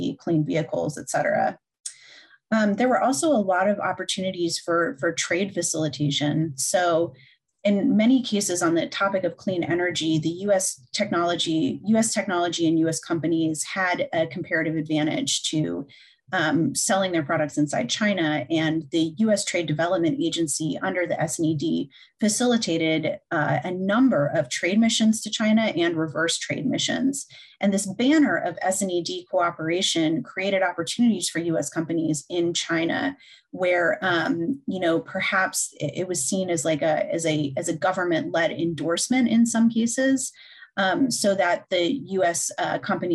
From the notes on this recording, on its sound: The National Committee on American Foreign Policy and the National Committee on U.S.-China Relations hosted a virtual program.